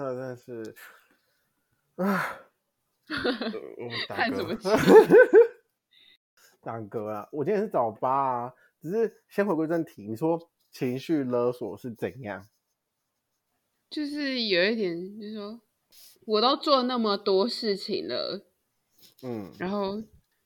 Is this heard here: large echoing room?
no